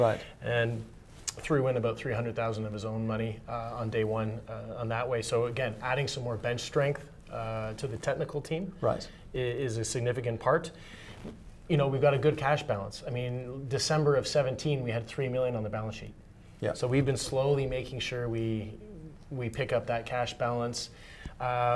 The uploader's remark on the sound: at the 121 London Mining Conference